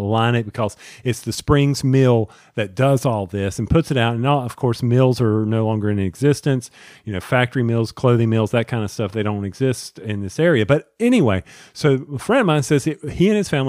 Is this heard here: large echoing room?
no